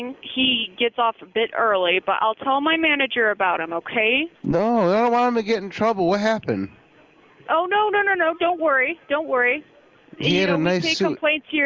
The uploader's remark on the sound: This show contained prank telephone calls.